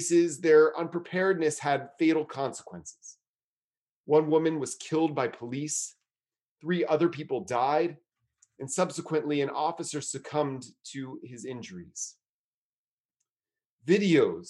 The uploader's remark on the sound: is recorded during virtual gatherings of Temple Beth-El in Richmond, Virginia